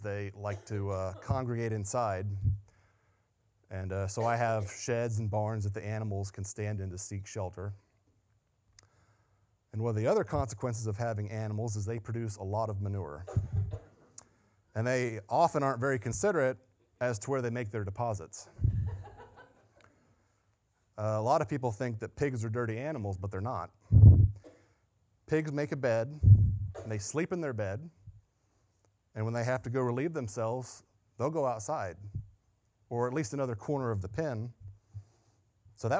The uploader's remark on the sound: Sunday Morning Sermon Audio